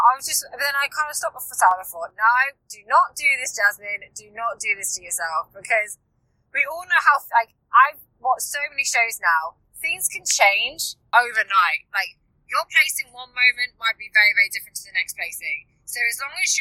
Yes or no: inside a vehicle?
yes